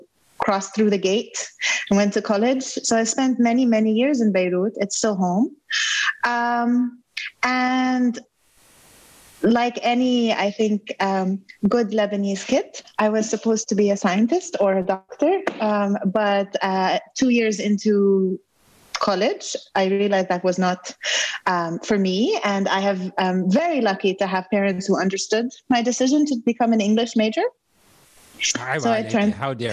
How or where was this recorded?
video call